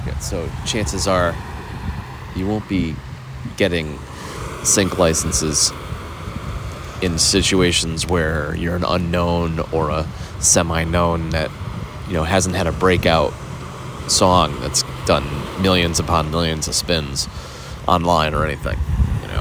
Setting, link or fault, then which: setting, outdoors